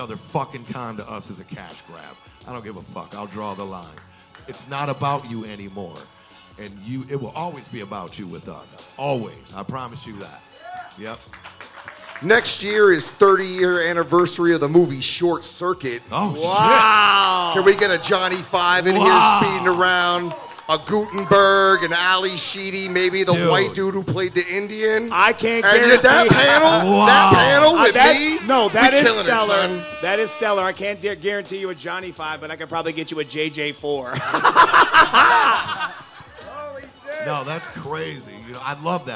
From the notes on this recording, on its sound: LIVE from #Astronomicon. Brought their amazing podcast Ashtrays and Action FIgures to the LIVE panel room stage. At the Wyndham Garden Hotel in Sterling Heights, MI.